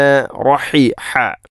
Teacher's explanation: തൊണ്ടയുടെ മധ്യഭാഗമാണ് ഹ ഇൻ്റെ മഖ്റജ്